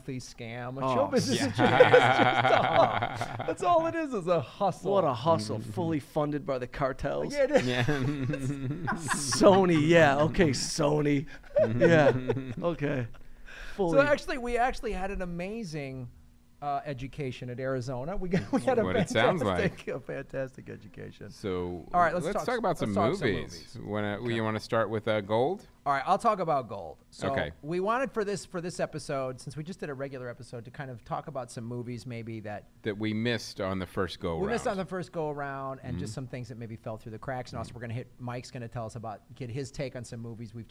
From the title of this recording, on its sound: ATC Fest Live From Phoenix